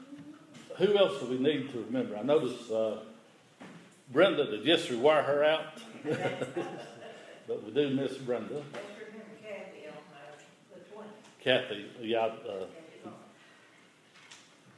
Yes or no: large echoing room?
yes